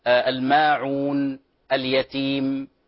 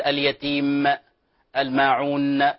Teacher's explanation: حرف النون فيه توسط في آخر نهاية رؤوس الآية، وكذلك الميم، فطيب أن نقف عليه بوضوح · Shown in: first take · الماعون، اليتيم، وهكذا، بس من غير قلقلة، لا نقول اليتيم الماعون وهكذا، احذروا من هذا.